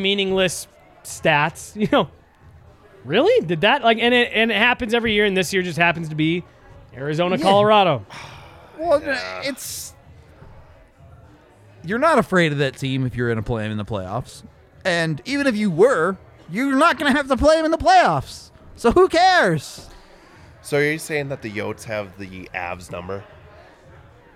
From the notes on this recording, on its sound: come to you LIVE from the DNVR Bar